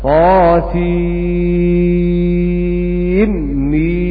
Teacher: أما عند حمزة فحمزة يقرأها كذا: طاسين ميم، فيظهر طاسين من ميم، يعني يقرأه بالإظهار. وقراءة حمزة بالإظهار عندئذ تفيد أن المد الأول مد لازم حرف مخفف، والثاني كذلك مد لازم حرف مخفف.